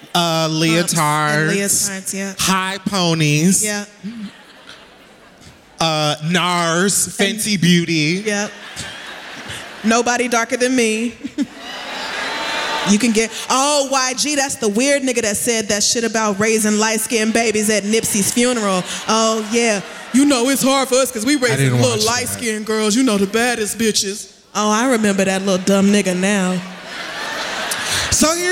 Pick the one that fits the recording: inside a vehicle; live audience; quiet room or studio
live audience